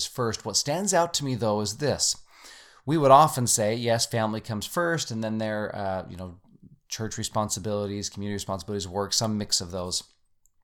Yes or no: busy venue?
no